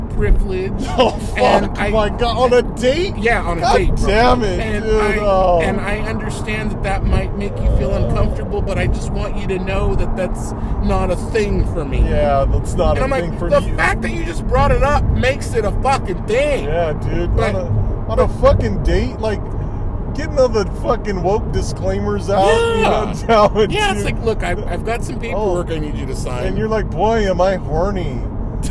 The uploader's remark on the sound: ROAD TRIP! Talk about their problems all the way home. We can hear the engine noise too.